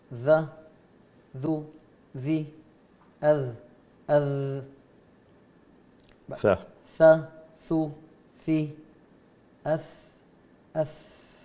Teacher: الذال والثاء نفس الشيء، من طرف اللسان مع أطراف الثنايا العليا، طبعا هي من حروف الاستفال.